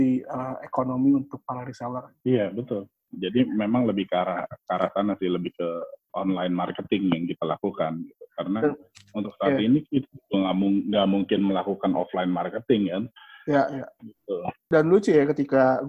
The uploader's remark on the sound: We're on the phone